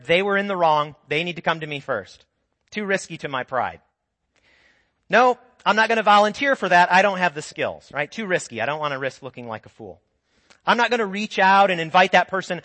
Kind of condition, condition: setting, large echoing room